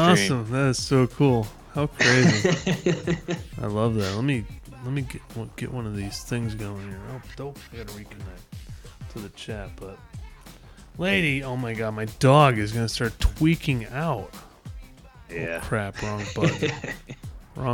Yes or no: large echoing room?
no